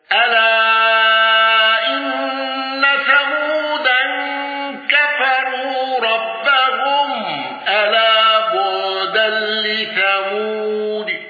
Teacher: قارون بتوسط المنفصل والغنة